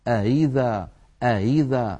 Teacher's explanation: إن كانت الهمزة الثانية مكسورة يكون تسهيلها بين الهمزة المحققة والياء · Term: الهمزة المسهلة